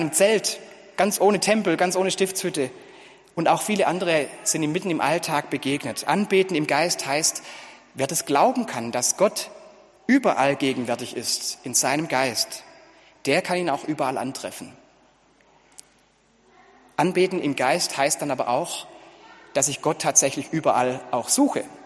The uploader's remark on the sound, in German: Gottesdienst zur Kirbe